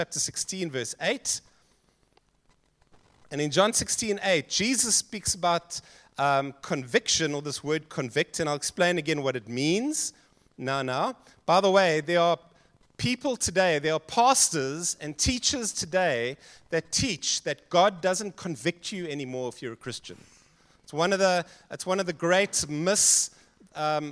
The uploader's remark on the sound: Joshua Generation Church Wellington AM congregation